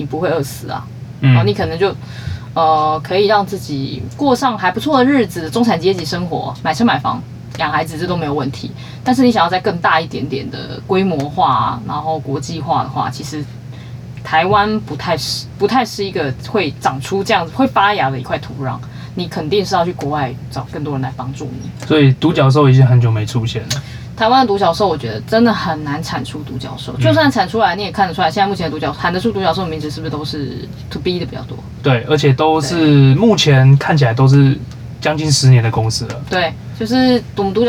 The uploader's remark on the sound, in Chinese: 本集錄音空洞感請多多海涵